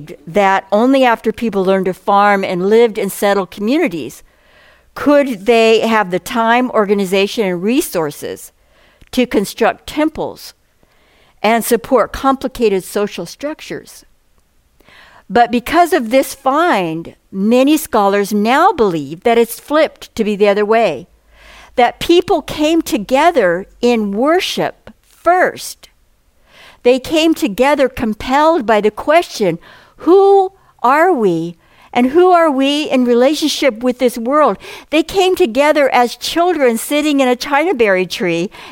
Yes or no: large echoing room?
yes